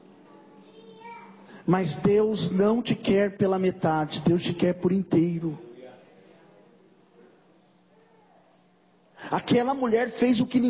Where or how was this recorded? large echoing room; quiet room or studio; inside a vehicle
large echoing room